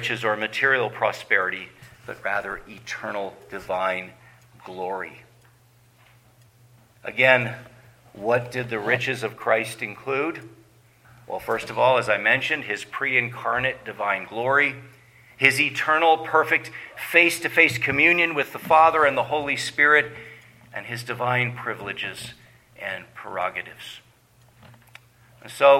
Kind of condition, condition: setting, large echoing room